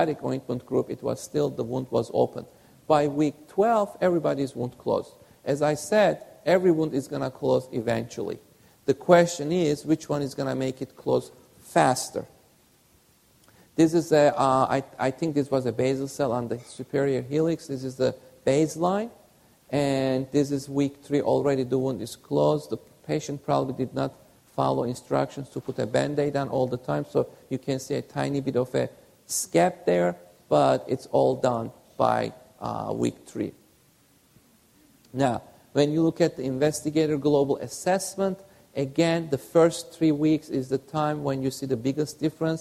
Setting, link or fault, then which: setting, live audience